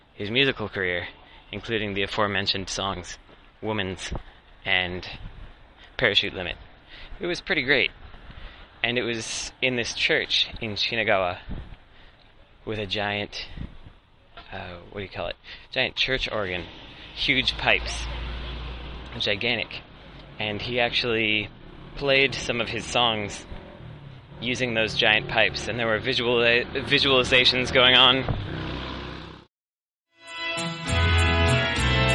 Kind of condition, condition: setting, outdoors